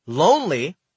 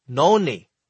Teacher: where he pronounces N's in the place of L's · Shown in: second take · So instead of saying lonely, he would say like, noni.